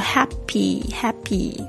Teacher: 虽然是 P 的发音，但是在讲这个 PP 的时候有点像 b b b 的声音， happen happen happen 或 happy happy 听起来有点 happy happy 有一个 b 的这个声音。住饭店的时候呢，如果我们碰到这个房门卡，我怎么突然就讲起儿化音来了？如果碰到这个房门卡就是 key card 无效的时候呢，就会很苦恼。我记得有一次呢，我到国外出差就发生了这样子的问题。当我们想要表示这个房门卡没有反应，这句英语到底要怎么表达呢？